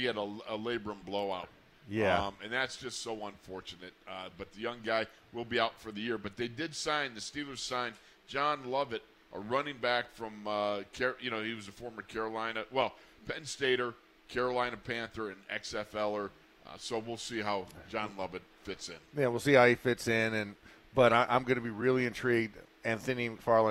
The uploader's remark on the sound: In the Locker Room Live from Steelers Camp Day 5